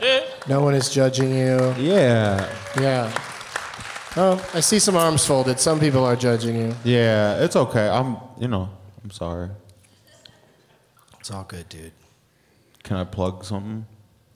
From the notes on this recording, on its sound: Live from SXSW in Austin